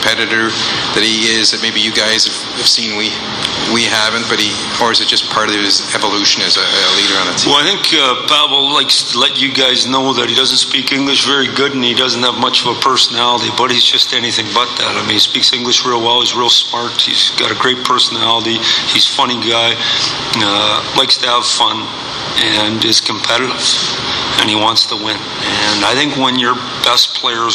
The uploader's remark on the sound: Stanley Cup Finals, off-day press conference